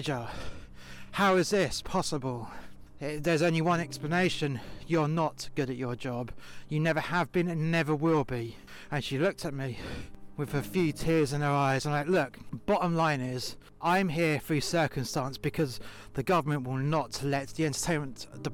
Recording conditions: outdoors